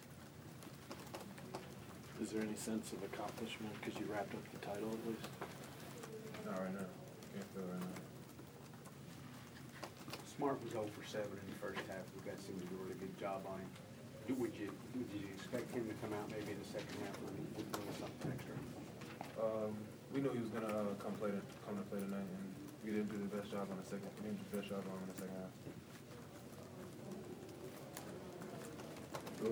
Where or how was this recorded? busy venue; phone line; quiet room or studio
busy venue